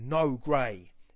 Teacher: when no and grey are repeated in the next line, the only way you can read it is by stressing both syllables. So it becomes even more thumping your fist on the table.